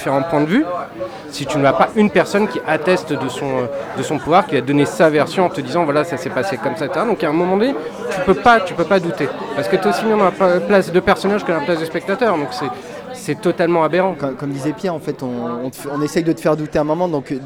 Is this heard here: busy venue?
yes